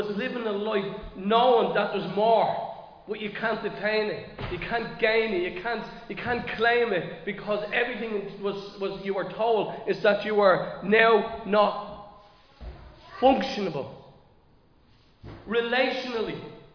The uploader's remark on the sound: Recorded live in Liberty Church